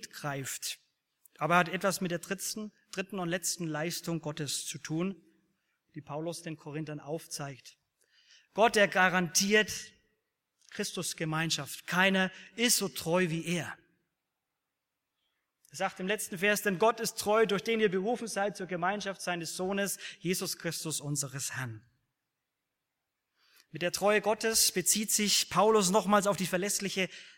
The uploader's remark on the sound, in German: aus dem Gottesdienst der Liebenzeller Mission